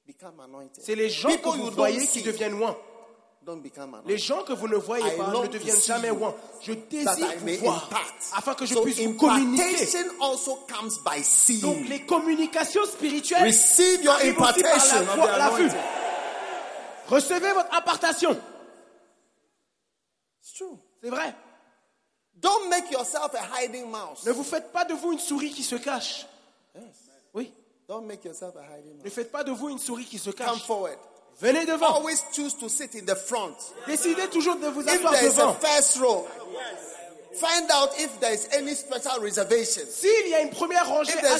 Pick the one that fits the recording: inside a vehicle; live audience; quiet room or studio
live audience